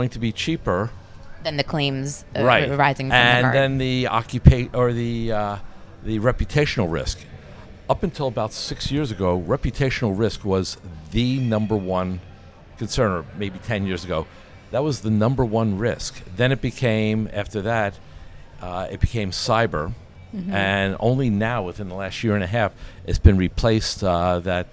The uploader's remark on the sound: Live from ClaimsXChange